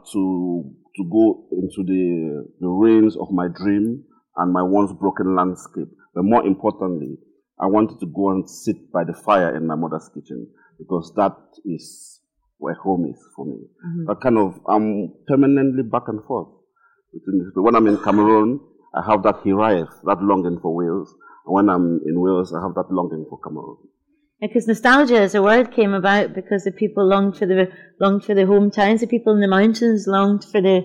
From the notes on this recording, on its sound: This recording of the event. Apologies for the audio quality of this episode.